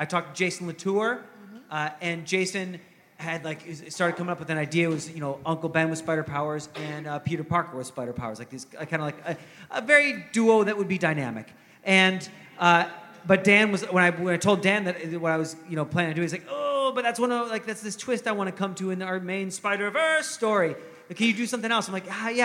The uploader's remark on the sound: Live from New York Comic Con